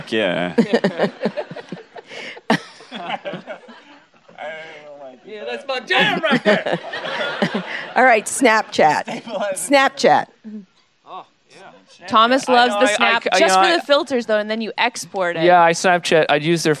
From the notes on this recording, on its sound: live interview, recorded in San Francisco after the premiere of the first two episodes of Season Four